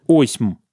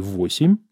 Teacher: протетический согласный, который возникает у нас, закрывая гласный в начале слова · Shown in: second take · образуя так называемый закон открытого слога или восходящей звучности, то, что мы знаем с вами по исторической грамматике русского языка.